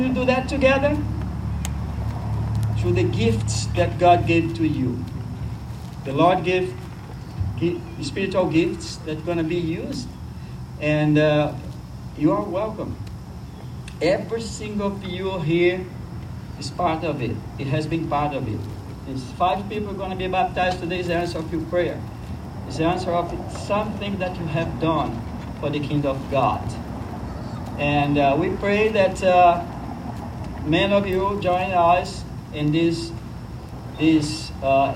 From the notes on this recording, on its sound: service was held outdoors in collaboration with Iglesia Cristiana in the Bridge Parking Lot.